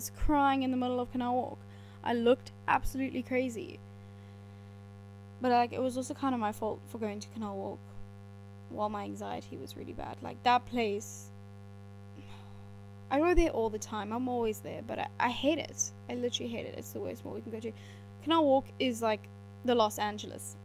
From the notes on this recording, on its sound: Apologies for the poor quality sound - we are working on this for the future.